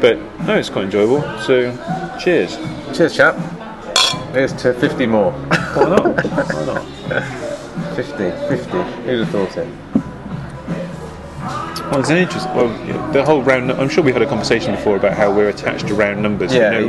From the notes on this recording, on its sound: From The Tavern, Cheltenham, UK. Return for a pint at the pub where it all started two years ago.